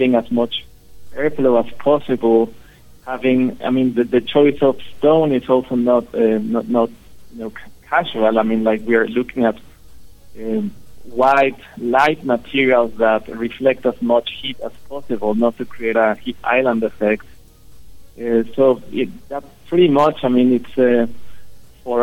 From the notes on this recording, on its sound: Crosses live to Mexico City to speak to the Aidia studio Architects.